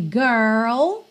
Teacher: No americano, a gente enrola mesmo o R, girl. No britânico, girl, ok?